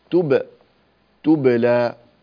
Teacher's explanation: يوم تبلى السرائر، هنا لا تقل، لا تقل تبي، تبلى تكسرها أو تجعل القلقلة مائلة للكسر